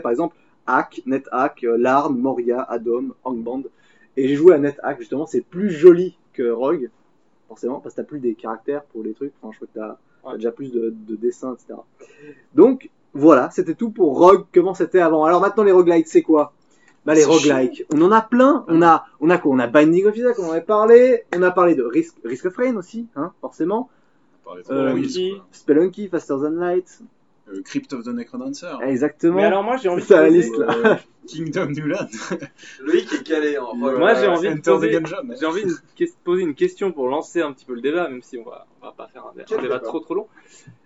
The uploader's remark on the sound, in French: Meilleure organisation n'implique pas meilleure qualité d'enregistrement cependant, on a fait de notre mieux.